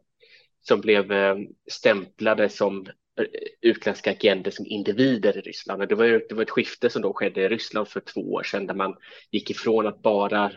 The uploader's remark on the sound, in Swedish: På länk från Georgien